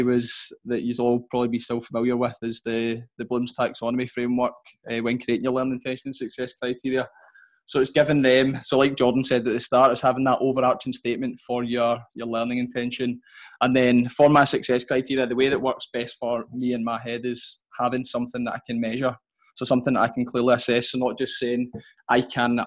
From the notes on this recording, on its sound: our second live webinar